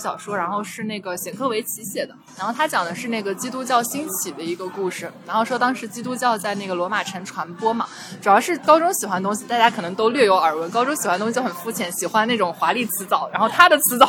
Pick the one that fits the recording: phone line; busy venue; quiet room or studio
busy venue